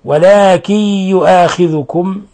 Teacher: نون ساكنة جاء بعدها الياء، الحكم التجويدي إضغام بغنة، أن الياء من حروف ينمو من حروف الإضغام بغنة.